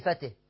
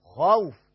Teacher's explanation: يعني مثلا لما أقول في فته، في مرققة، غير لما أقول خوف مفخمة